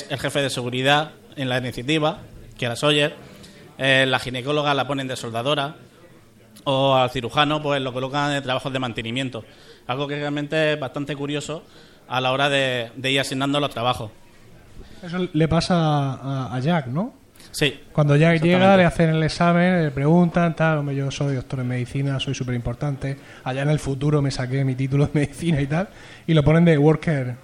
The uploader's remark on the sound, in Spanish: En directo desde Bharma. Gracias a las Jornadas de Podcasting 2014 un viejo sueño se ha cumplido, poder emitir un directo desde Bharma, el bar barcelonés ambientado en Lost.